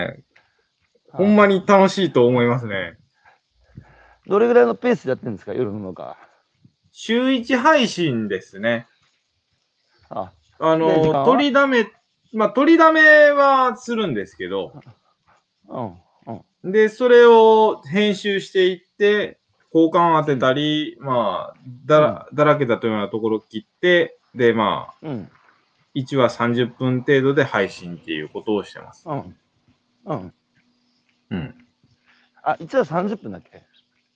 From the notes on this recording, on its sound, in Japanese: 歩きながら1時間、対談する。